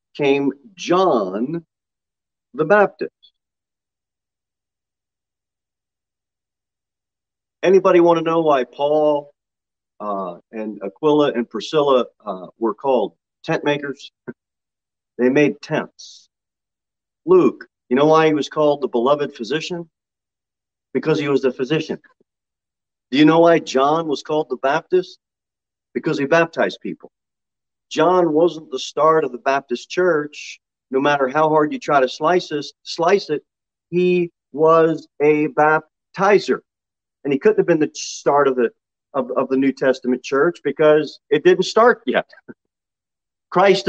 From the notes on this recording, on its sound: Sunday School Lesson delivered at Pilgrim Baptist Church on Sunday, March 6, 2022, at 10:0 am. Jere Whitson Rd.